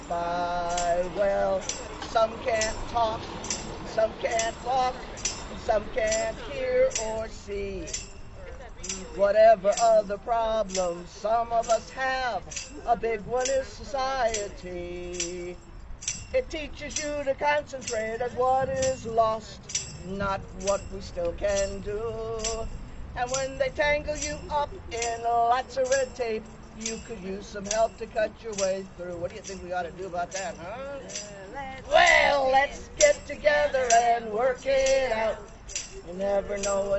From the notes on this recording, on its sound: Audio of the Fix Husky C Rally at the CT State Capitol